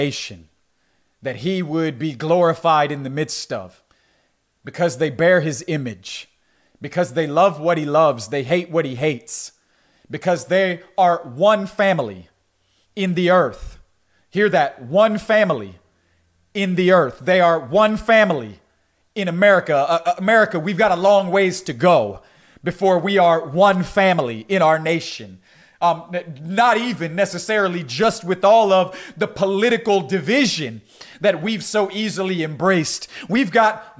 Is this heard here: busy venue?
no